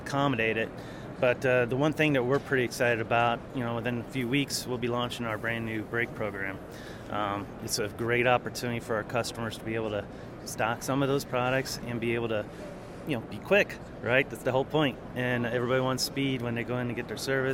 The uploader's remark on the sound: on the trade show floor at iFLEX 2023 in May